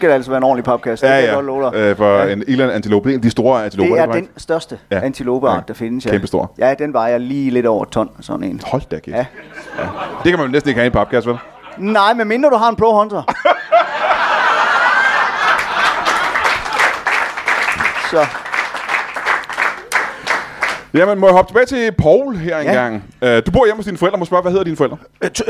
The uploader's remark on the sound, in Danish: LIVE fra Tobbers i Kolding